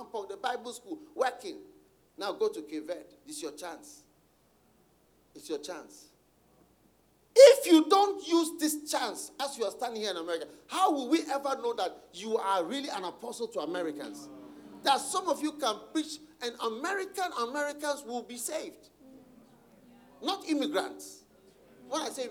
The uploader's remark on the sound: Preached at the Use It or Lose It Camp, USA.